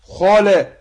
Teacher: الخاء قلنا حرف مستعلي حرف مفخم